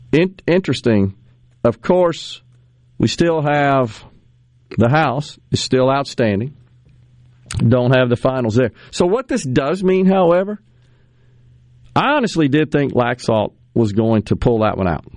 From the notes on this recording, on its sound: joins the conversation by phone from the road